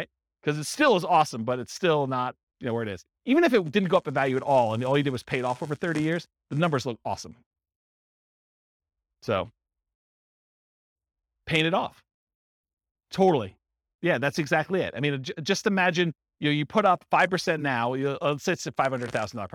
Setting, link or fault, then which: setting, live audience